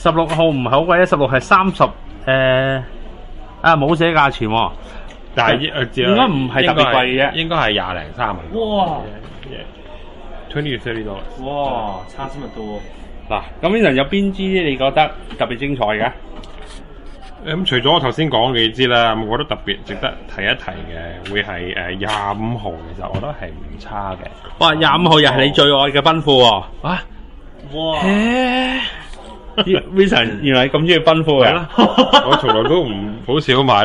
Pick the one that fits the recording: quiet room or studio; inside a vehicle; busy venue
busy venue